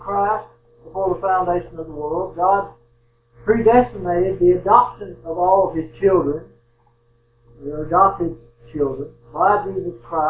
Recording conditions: poor sound quality